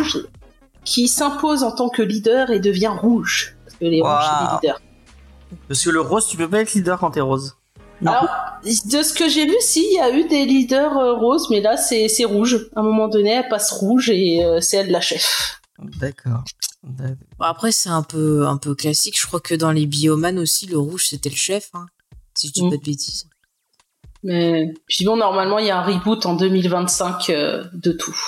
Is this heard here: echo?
no